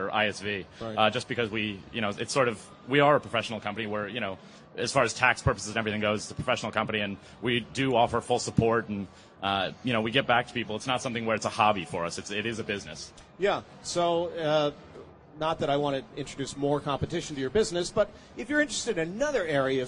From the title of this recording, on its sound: Macworld Podcast Live from Expo